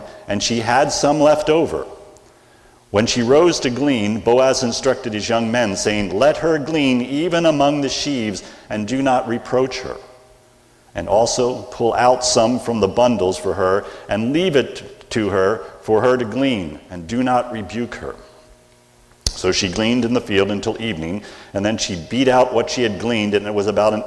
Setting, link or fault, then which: setting, large echoing room